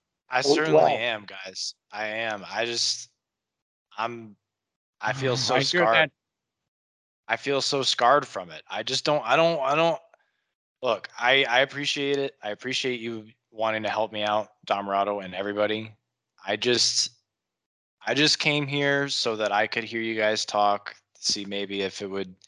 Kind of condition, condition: link, video call